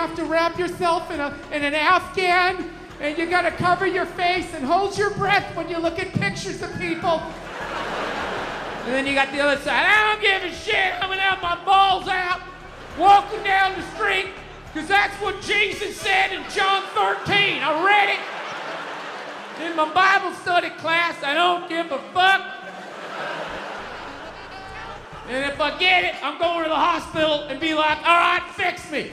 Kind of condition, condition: setting, live audience